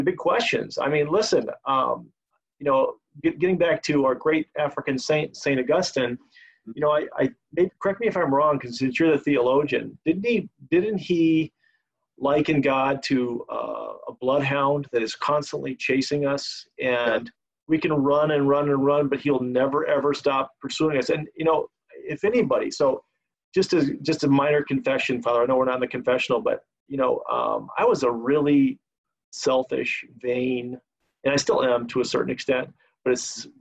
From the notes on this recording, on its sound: Joan of Arc Parish in Lisle, IL. For an interview via Zoom.